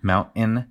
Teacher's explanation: So in talking with interviewees, we had a lot of people express that mountain seemed like something that was unique to the Denver accent, like the pronunciation of the mountain with a what we call a glottal stop where you make the T with your throat. Mountain.